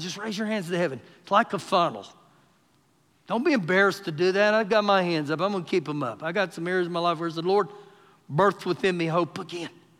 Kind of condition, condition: setting, large echoing room